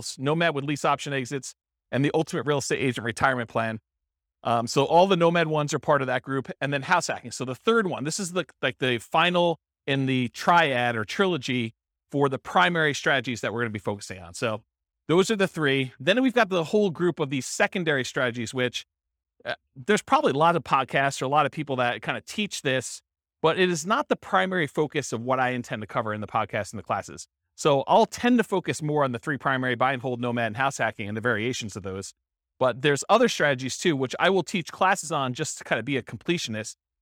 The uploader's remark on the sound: This was a live class recorded